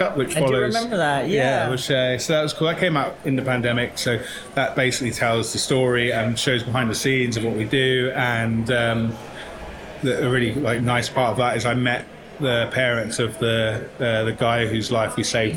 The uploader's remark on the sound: Live From The Salon Owners Summit 2023. This "Live From..." bonus episode was edited and mixed by Audio Z.